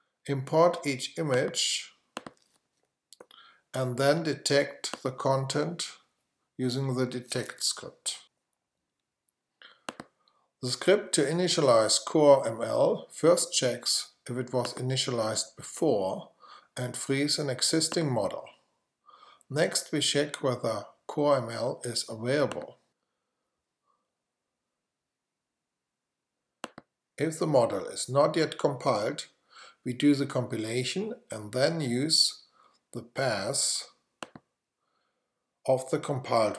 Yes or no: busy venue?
no